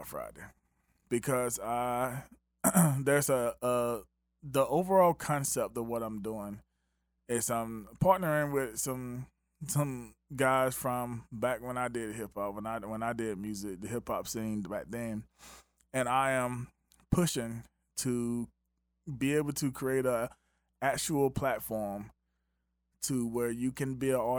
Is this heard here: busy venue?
no